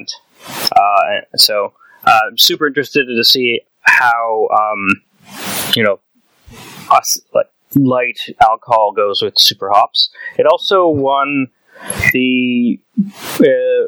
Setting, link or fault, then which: fault, poor sound quality